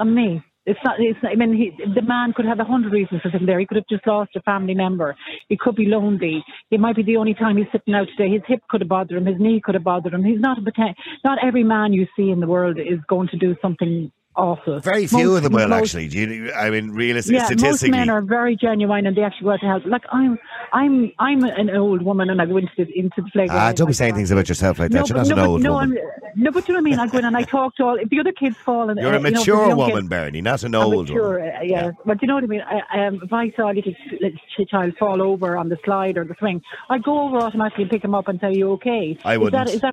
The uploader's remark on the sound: Opens the phone lines, inviting a diverse range of opinions.